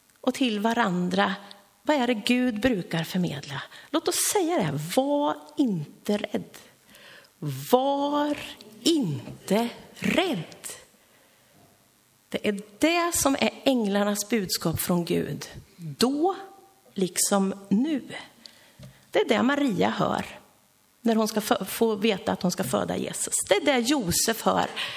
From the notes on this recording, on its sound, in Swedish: Inspelad under gudstjänst i Löfstadkyrkan i Tranås